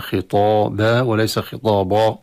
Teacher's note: والباء منونة نقف عليها بالألف مد عوض